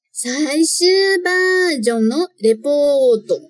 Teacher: Toma cuidado aqui nesses prolongamentos que tem nessa parte. E saishu, né? Shu é prolongado. Ba de bajon.